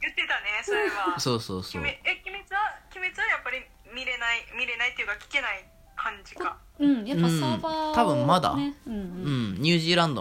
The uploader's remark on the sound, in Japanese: LINE電話でのやりとりなので、声が遅れたり音質が悪いことがありますので、ご了承ください。